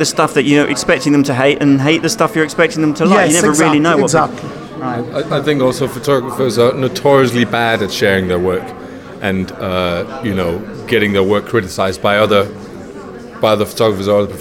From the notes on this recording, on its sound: This is a special episode from Offspring Photo Meet, an annual gathering here in London. I went down there to sample the atmosphere, see what it was all about, find out what had brought people there.